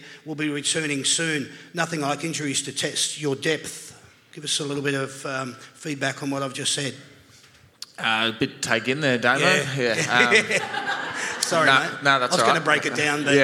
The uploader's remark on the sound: That's Good for Footy panel show LIVE from the Mulgrave Country Club. That's Good for Footy is a LIVE & interactive footy panel show for all the family.